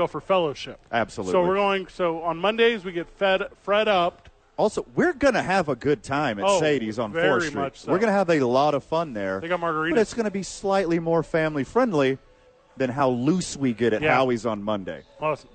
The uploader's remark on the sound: Live from Safe House for "re-opening".